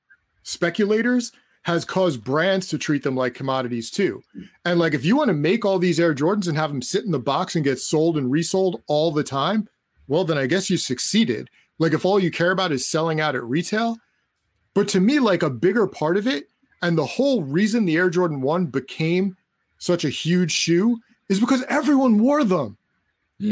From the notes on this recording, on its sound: Recorded on Riverside